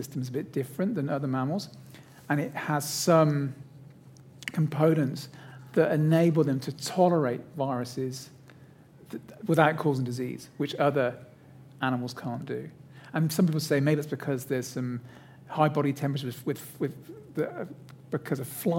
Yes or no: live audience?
yes